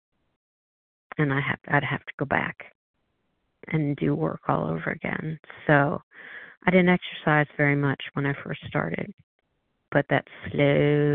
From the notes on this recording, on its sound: 100 Pounders Phone Meeting